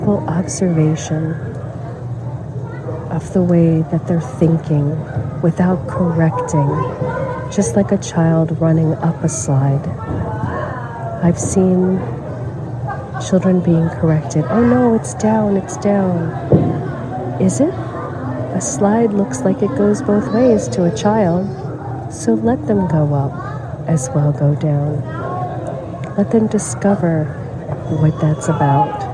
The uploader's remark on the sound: LIVE from the Museums of Philadelphia. At the Museums in Philadelphia, Pennsylvania, USA. This is a special on location Walk and Talk of our Mindfulness Summer Tour 2022.